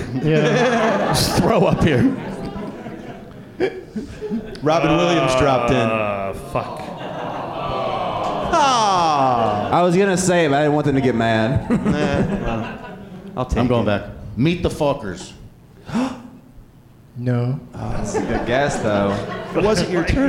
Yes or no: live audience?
yes